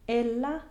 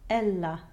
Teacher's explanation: So don't be surprised that the word ELLA has a closed E to start it. · Shown in: first take · Ella, not ella.